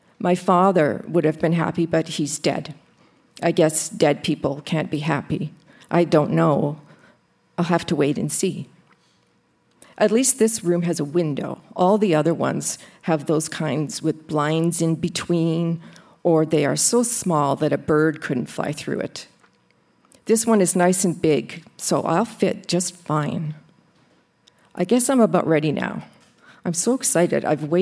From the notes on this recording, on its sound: Recorded live at the Park Theatre n Winnipeg, MB.